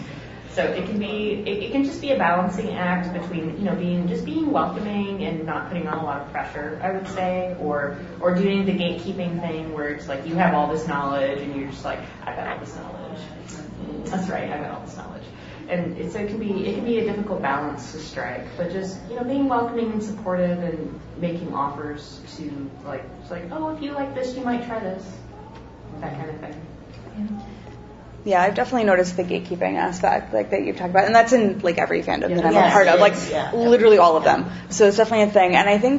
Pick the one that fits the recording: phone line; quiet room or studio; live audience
live audience